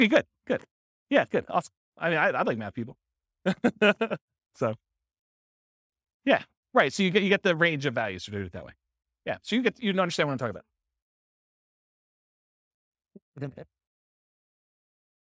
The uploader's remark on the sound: This was a live class recorded.